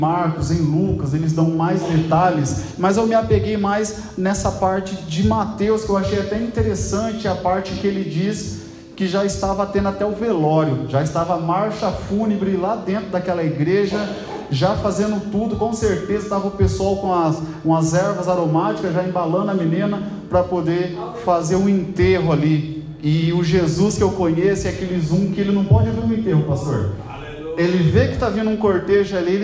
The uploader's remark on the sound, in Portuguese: Gravado dia 22/02/2023 na Assembleia de Deus Piraquara(Vila Lúcia)